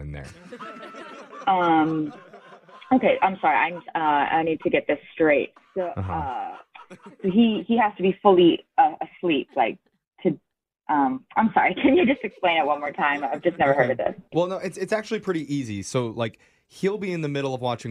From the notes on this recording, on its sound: Today’s Phone Tap victim is an elderly care worker about to start a new job.